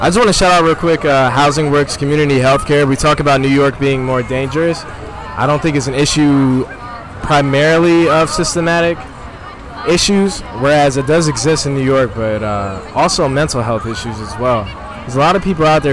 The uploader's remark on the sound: In this first experimental episode of the pod, I go out and interview the gay denizens of Washington Square Park on the day of Pride 2022.